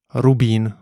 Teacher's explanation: It's not a rolled R, but a briefly trilled R.